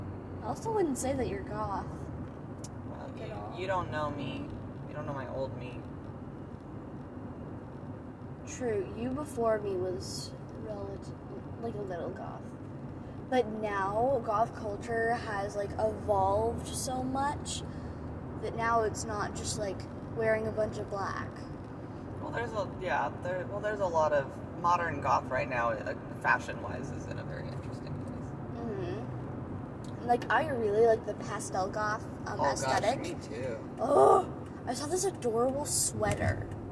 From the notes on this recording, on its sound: This is the first episode with a guest! Its just me and one of my parents talking while driving somewhere.